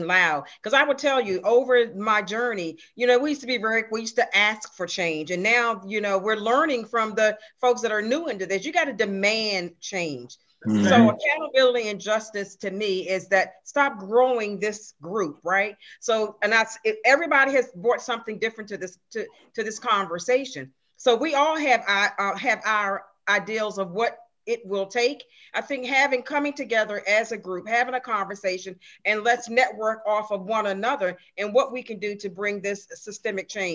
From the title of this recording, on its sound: A Virtual Community Townhall